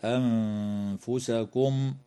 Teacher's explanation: وتخفى النون الساكنة عند الفاء مع الغنة مرققة في كلمة أنفسكم